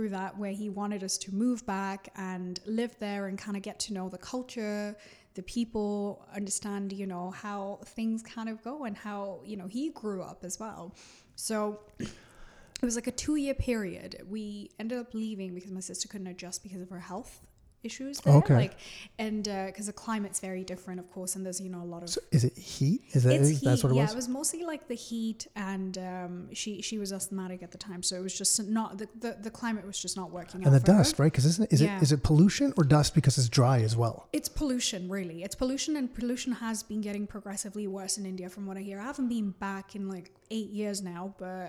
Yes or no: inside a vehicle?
no